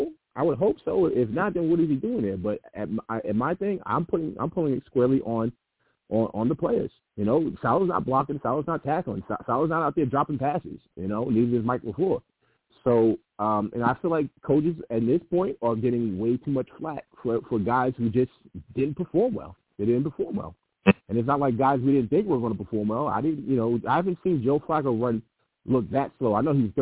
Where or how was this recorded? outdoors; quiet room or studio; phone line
phone line